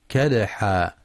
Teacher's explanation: ينتبه لقلقلة الدال الساكنة في كلمة كدحا